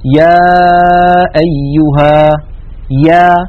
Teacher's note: لاحظوا بأن الياء أيضا من وسط اللسان، وأن المخرج غير منقفل، وأن أقصى اللسان قد انسفل وانخفض إلى أسفل منطقة أقصى اللسان. · Term: حرف الياء